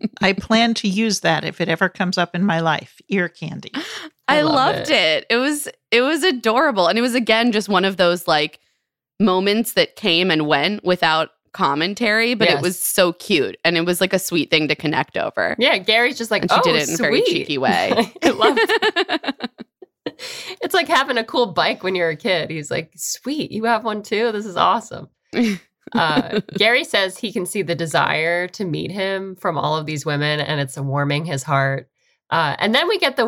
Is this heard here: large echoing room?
no